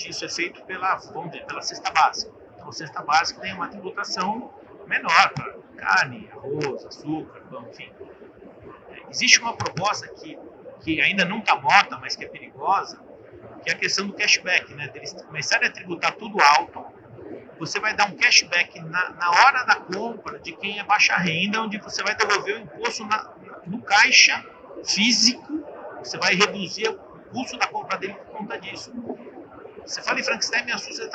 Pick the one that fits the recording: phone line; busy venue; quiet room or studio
busy venue